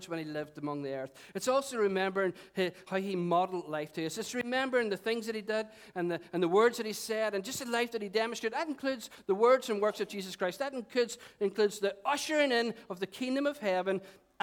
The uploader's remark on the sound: Recorded on 26th August 2018 at our 11am Celebration.